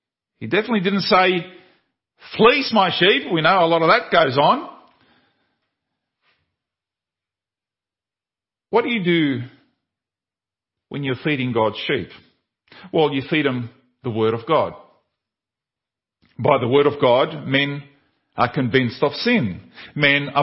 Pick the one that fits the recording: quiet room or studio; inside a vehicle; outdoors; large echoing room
large echoing room